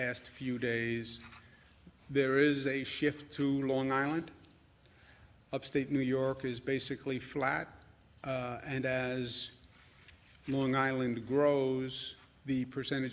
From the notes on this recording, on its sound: Audio press conference